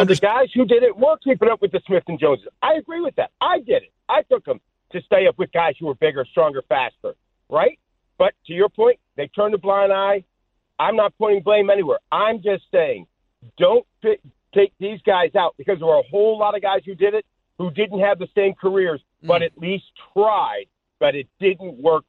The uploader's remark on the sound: we open the phones to get your opinion